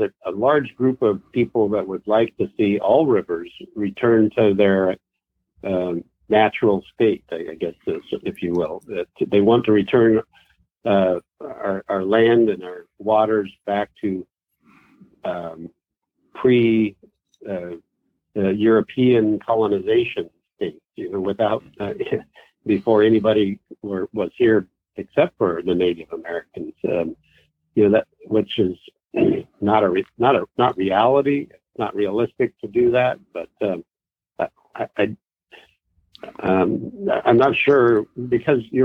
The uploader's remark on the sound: Weekly Call In Session